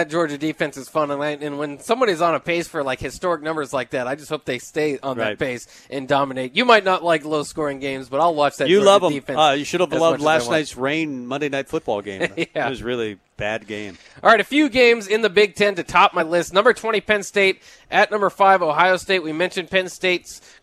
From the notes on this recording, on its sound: Tailgate Tuesday live from Chick-Fil-A